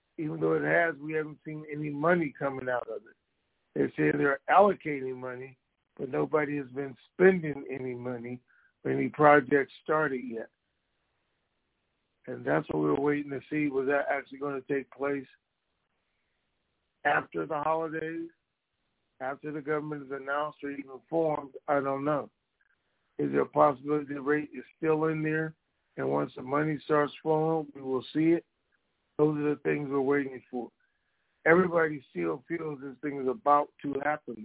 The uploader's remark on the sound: TNTSuperfantastic Conference Call